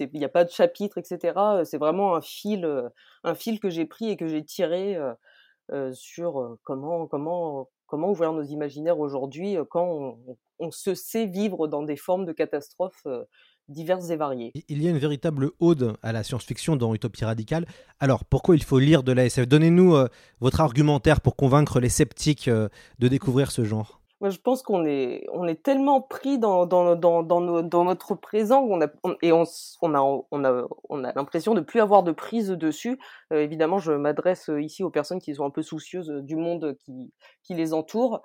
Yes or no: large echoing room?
no